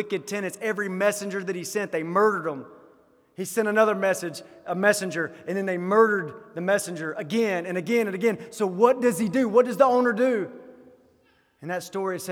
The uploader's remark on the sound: Sermon delivered at the GCC Christmas Hymn Sing 2023.